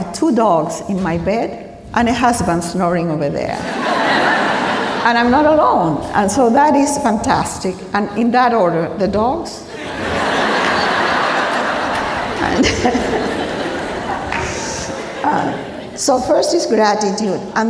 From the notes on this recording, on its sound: LIVE at the 92Y. Joined our host on stage before a live audience at NYC's 92Y.